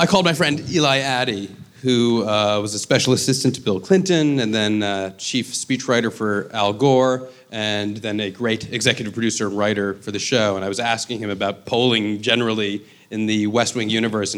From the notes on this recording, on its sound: This episode was recorded live at the Crest Theatre in Los Angeles.